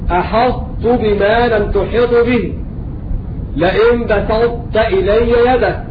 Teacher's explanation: يسمى إدغاما ناقصا للمحافظة على الاستعلاء والإطباق في الطاء